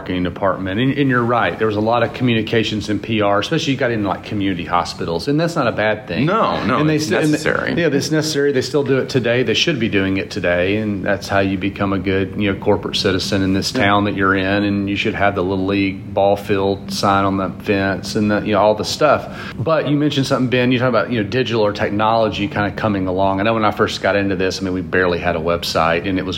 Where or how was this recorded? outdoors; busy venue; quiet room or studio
busy venue